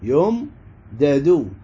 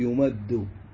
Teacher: فلما بندغم حركة الدال الأولى وخرناه، قلنا يا وخر انت روح الى الميم زينة، وسكننا الدال الاولى وادغمناه في الدال الثانية · Shown in: second take